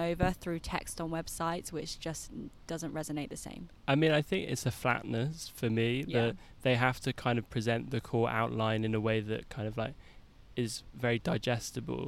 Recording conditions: sounds in the background